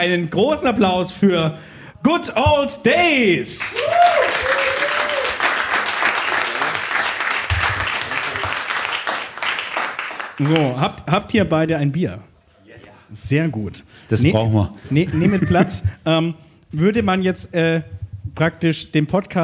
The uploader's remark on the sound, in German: Live im Afterwork.